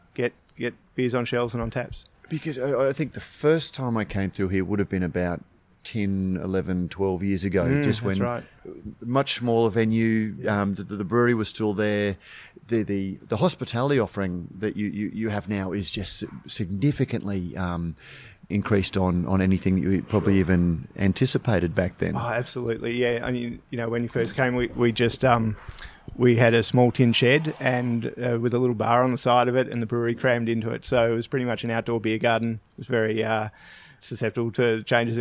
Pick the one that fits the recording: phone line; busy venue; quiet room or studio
busy venue